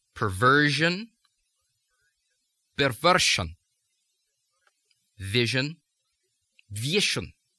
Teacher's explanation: Now we have the zh becoming sh.